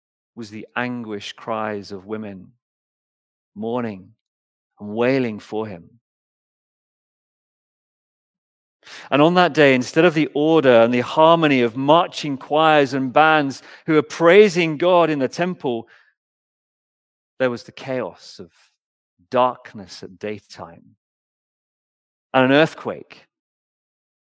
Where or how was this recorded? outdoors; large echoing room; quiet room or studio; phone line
large echoing room